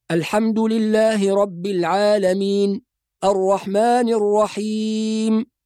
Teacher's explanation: إنه في المرة الأولى قال العالمين حركتين، والآية اللي بعدها قال الرحيم أربعة